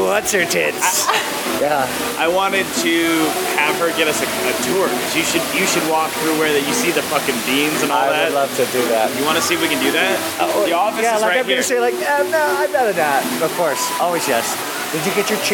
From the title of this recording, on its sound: at Casa Bonita (Denver, CO)